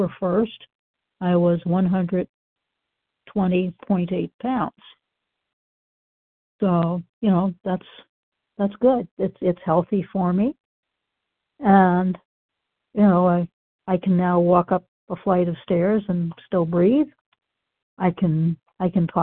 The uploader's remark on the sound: the 100 Pounders Phone Meeting